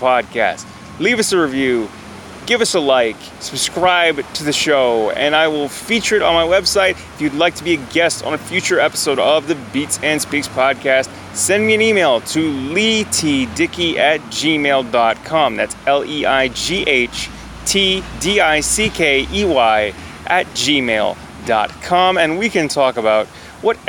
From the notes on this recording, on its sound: I recorded this episode at a picnic table in a parkette, next to a municipal office in Toronto, Ontario on a warm day back in September 2019